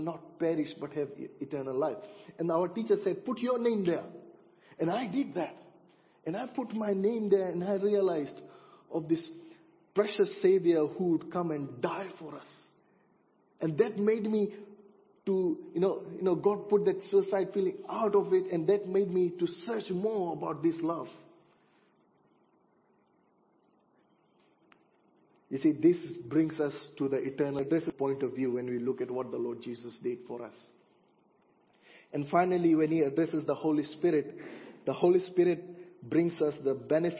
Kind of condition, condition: setting, large echoing room